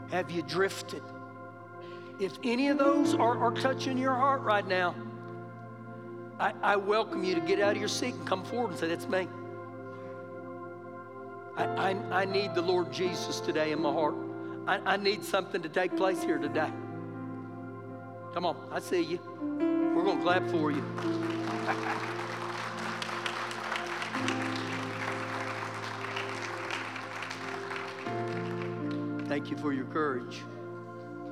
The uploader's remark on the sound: Recorded live during our Sunday morning service